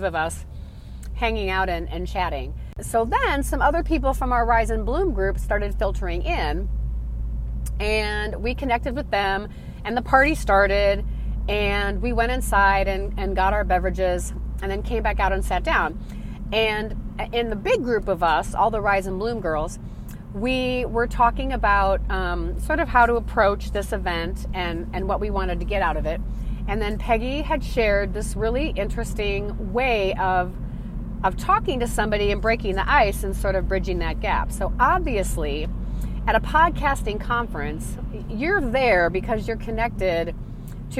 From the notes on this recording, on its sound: Podcast recording in my car - completely unscripted, free flowing, and somewhat out of control.